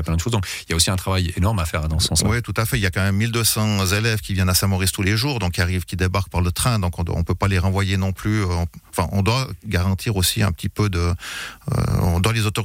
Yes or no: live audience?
no